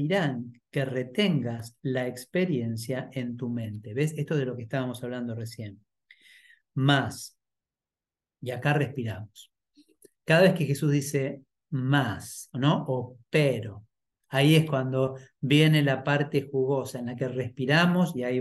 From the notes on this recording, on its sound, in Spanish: Clase en vivo por Zoom desde UCDM Iluminación.